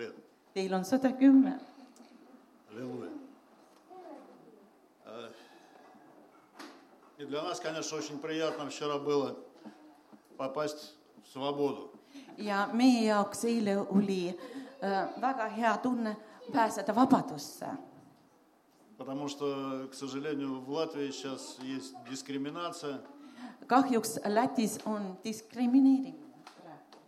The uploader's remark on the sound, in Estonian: Audio salvestus koosolekult